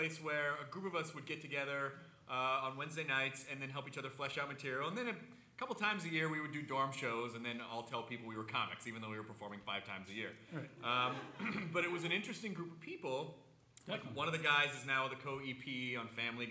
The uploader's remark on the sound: Recorded 5/11 at Largo in Los Angeles.